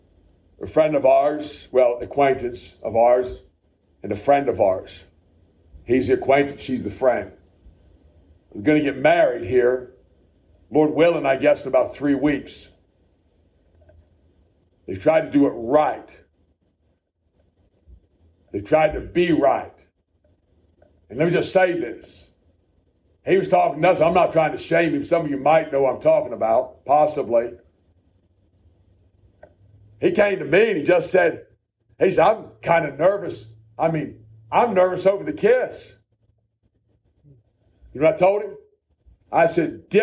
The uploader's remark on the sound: A message preached at the Shippensburg Independent Baptist Church.